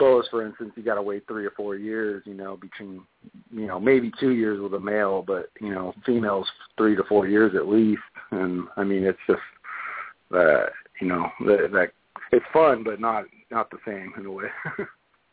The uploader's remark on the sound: In this episode we will host an evening of open lines. We may even make a few of our own phone calls.